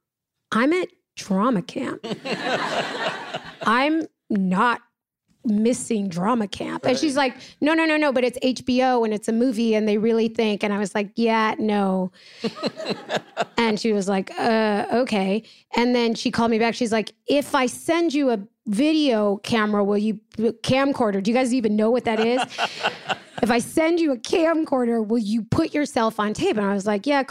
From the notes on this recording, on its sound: In front of an audience at Chapman University.